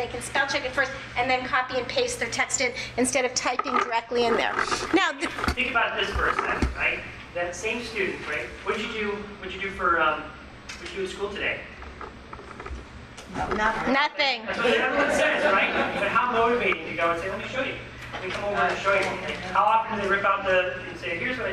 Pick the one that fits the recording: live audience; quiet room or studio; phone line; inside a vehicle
live audience